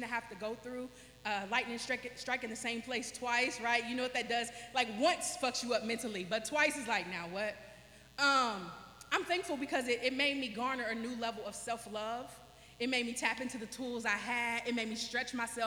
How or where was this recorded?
live audience